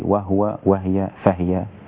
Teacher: وقالون عنده من الأصول تسكين الهاء في وهو وهي فهي في هذه الكلمات أو فهو بتسكين الهاء، وهي لغة عند العرب.